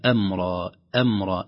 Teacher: الهمزة مرققة والميم مرققة، ولا يفخم هنا إلا الراء الممدودة